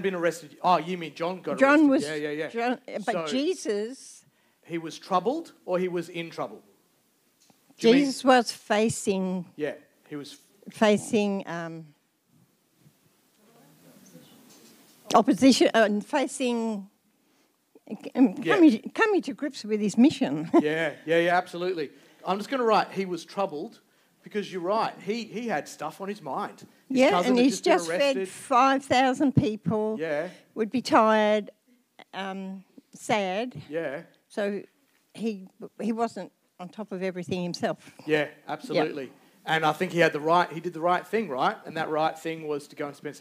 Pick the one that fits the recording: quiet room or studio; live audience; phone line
live audience